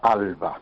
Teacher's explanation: porque en primer lugar tiene una resonancia fonética muy agradable, con dos A's, que es la vocal más abierta, con una consonante líquida, que es muy sonora, y una bilabial, que es la B